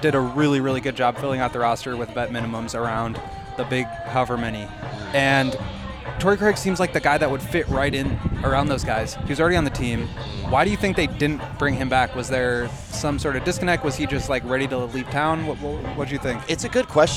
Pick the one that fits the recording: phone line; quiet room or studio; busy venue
busy venue